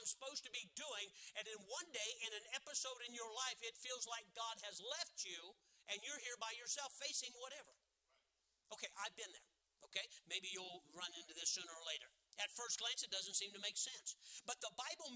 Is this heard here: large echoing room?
yes